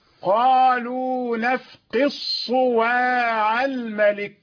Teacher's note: أصبحت الصاد مشددة، أدغمنا الدال في الصاد · Term: إدغام الدال في الصاد